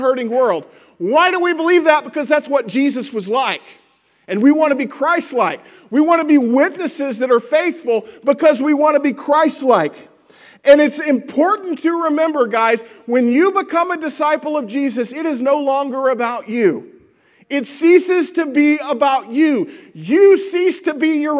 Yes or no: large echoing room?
yes